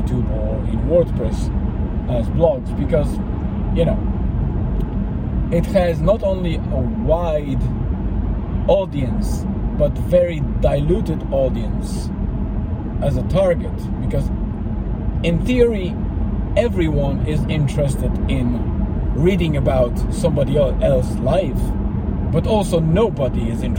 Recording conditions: outdoors